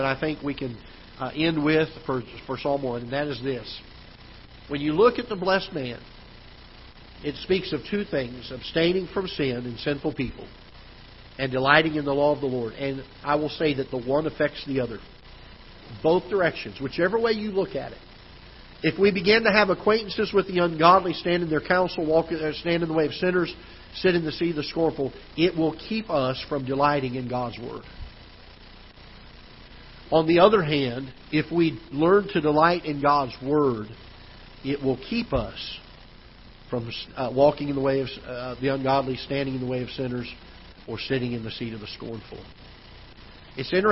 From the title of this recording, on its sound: Ketha Heights Baptist Church ~ Live Broadcast